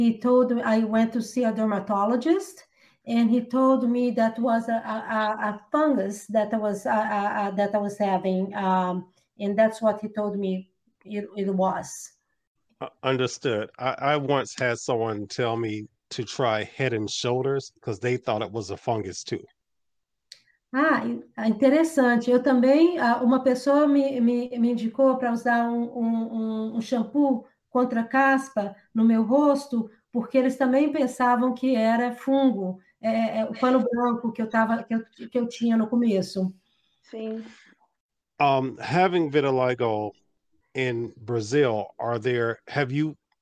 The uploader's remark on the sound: This conversation took place via a video format and converted to audio-only for our podcast audience.